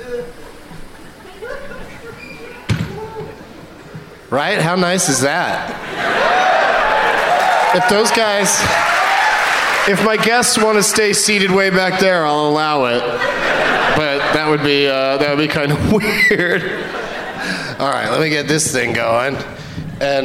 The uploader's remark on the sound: Live from The Woman's Club of Minneapolis